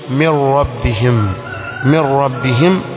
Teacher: hapa wakaingiza kabisa kikamilifu nun sakina ndani ya ra · Term: idgham